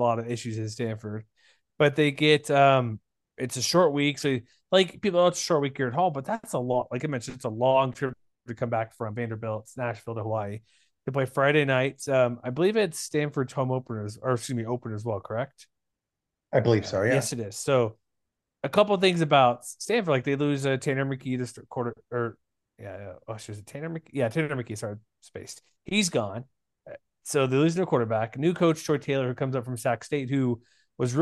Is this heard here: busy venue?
no